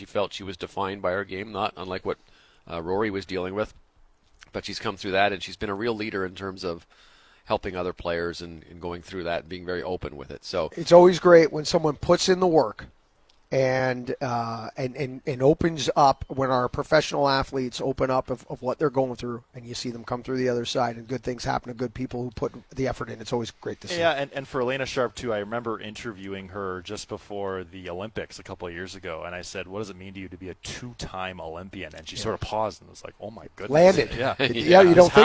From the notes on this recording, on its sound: Live on location from the Rink Hole at the RBC Canadian Open.